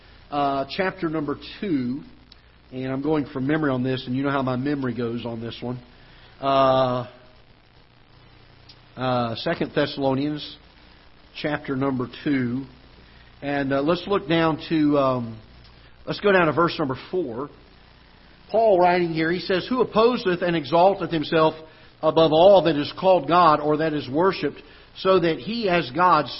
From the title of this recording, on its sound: Ketha Heights Baptist Church ~ Live Broadcast